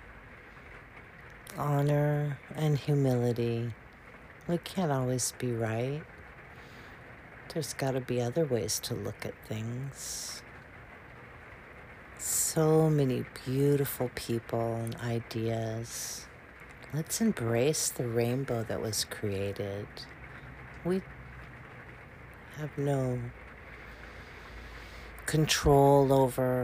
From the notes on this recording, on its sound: As the rain poured outside, I recorded this.